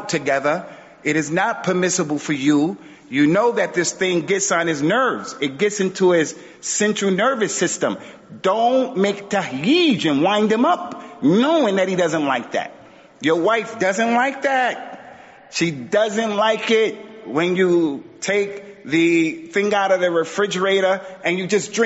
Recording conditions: large echoing room